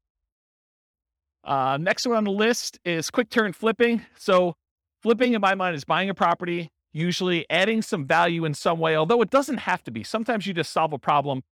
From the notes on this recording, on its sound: This was a live class recorded. Roseville, California.